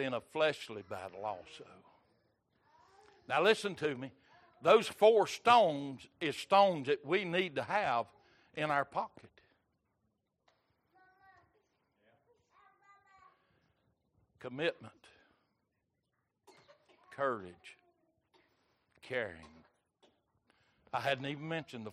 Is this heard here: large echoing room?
yes